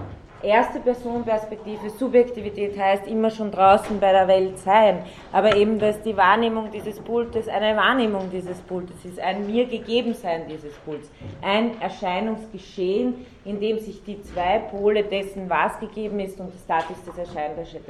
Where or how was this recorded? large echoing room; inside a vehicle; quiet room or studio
large echoing room